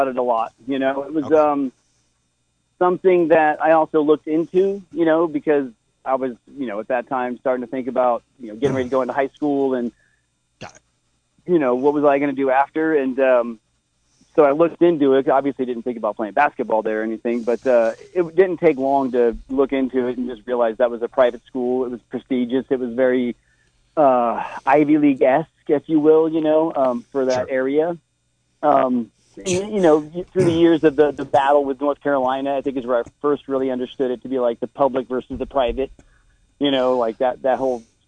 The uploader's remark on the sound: an hour of community call ins